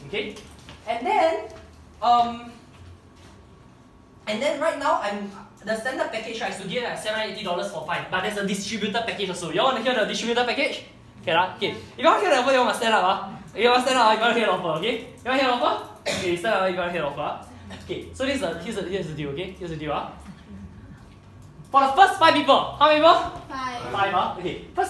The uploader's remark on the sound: This was a pitch that I did in a coaching session to an audience of people